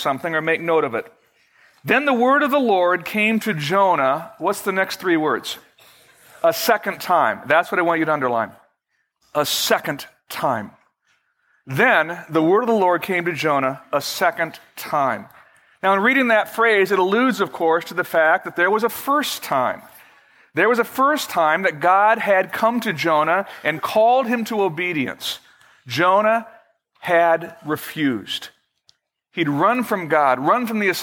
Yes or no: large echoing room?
yes